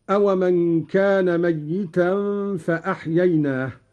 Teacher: قرأ قالون بتشديد الياء هكذا: أومن كان ميتا فأحييناه، والتخفيف والتشديد في لفظ الميت لغتان.